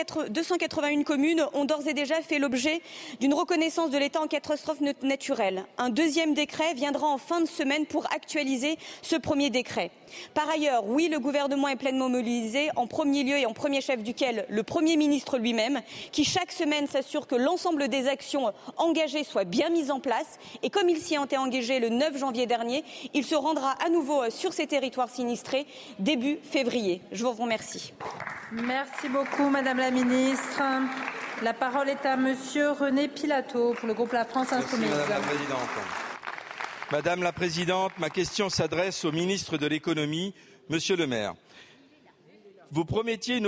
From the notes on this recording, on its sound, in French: Malgré ce moment de deuil, le ton de la séance est virulent, sous les cris des oppositions, qui donnent de la voix dans l'hémicycle pour défendre la cause des agriculteurs.